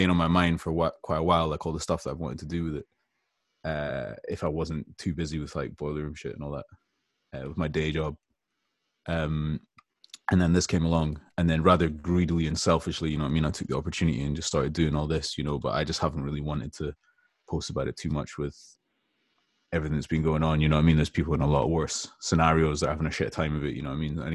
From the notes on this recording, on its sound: I honestly didn't wanna hop off the zoom call with him.